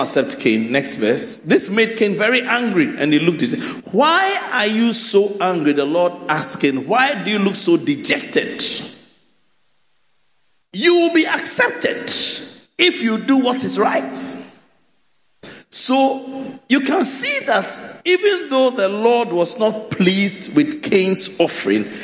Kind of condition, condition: setting, large echoing room